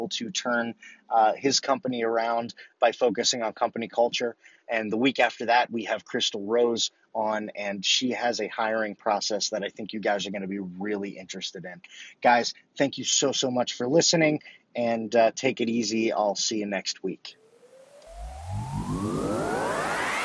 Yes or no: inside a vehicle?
yes